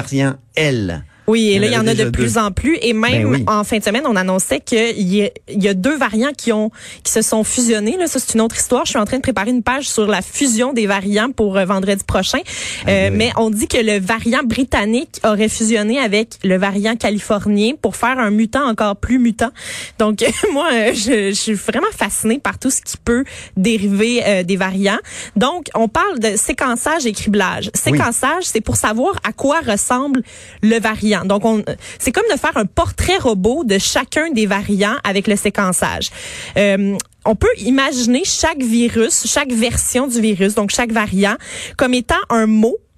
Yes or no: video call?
no